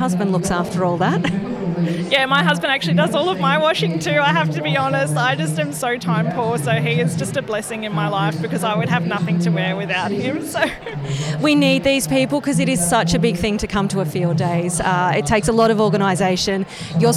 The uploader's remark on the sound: Live at 2023 Henty Field Days. A live roving interview from the 2023 Henty Field Days. I get out amongst the 3500 businesses across 1200 sites and 14km of shopfront on 105ha - the biggest exhibition space in the country. At times you will hear the sounds of our surroundings whether it's some of the 60,000 people in attendance, nature, machinery or a PA system.